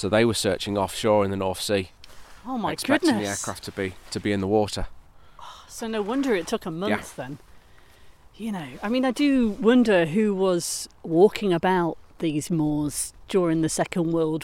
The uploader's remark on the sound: They were recording sat at the memorial site on Bramah Edge.